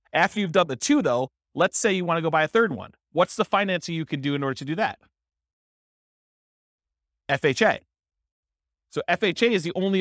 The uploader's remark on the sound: This was a live class recorded